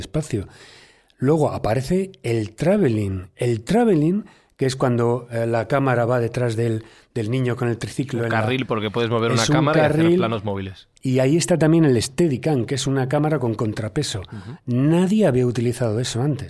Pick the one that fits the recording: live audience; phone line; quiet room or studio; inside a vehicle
quiet room or studio